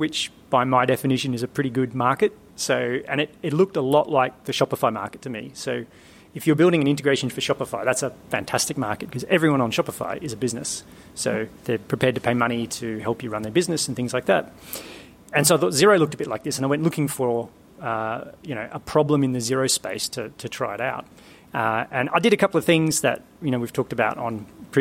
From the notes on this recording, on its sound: Live from the Chartered Accountants ANZ Brisbane Office. They also answer some interesting questions from a live studio audience.